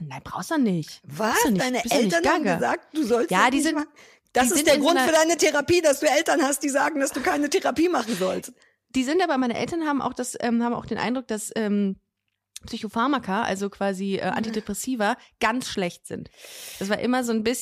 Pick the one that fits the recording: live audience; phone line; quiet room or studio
quiet room or studio